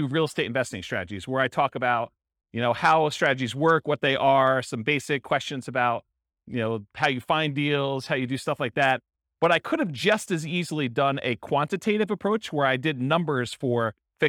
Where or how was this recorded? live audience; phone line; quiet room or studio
live audience